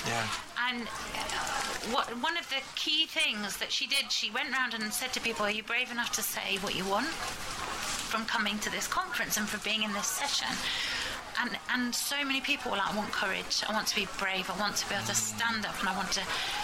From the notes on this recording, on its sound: This episode features a collection of live recordings from the FSA conference in Oxfordshire!